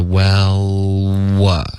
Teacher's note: 你的 l 的音先动舌尖。然后后面要 what 的时候才能动嘴唇